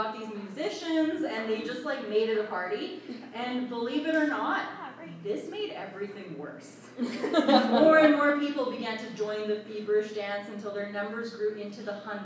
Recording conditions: poor sound quality